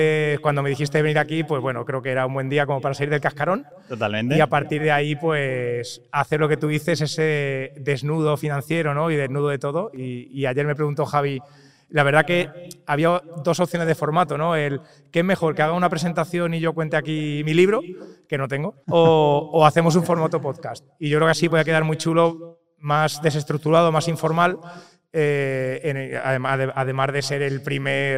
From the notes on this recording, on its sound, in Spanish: El podcast Sendero LIBERTAD ha sido grabado presencialmente en el evento "1 año para la LIBERTAD" en Castellón.